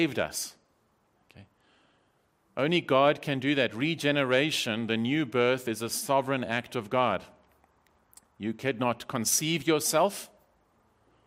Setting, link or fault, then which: setting, large echoing room